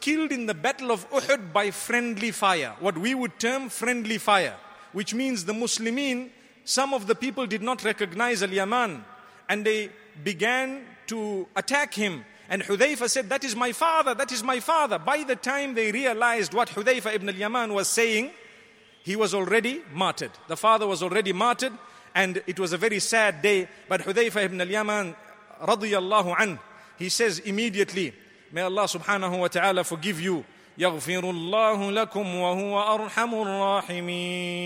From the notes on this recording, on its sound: Delivered at Tuanku Mizan Zainal Abidin Musjid